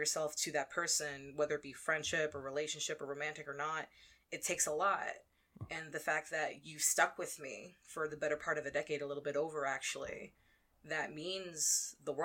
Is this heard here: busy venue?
no